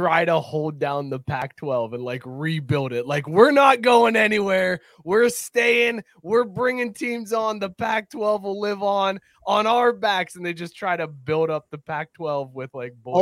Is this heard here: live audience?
no